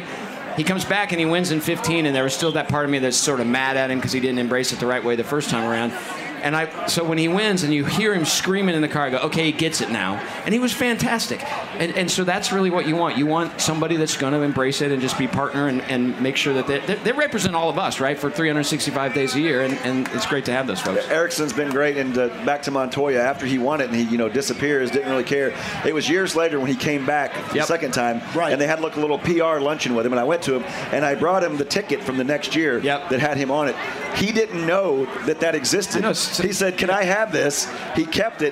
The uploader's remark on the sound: opens the show LIVE from Carb Day